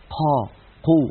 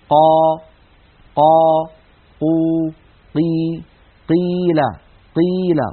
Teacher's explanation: يجعلون كمية من الهواء تتدفق مع صوت القاف المتحركة · Shown in: first take · قا قو. هذا لا يصح لأن القاف حرف مجهور.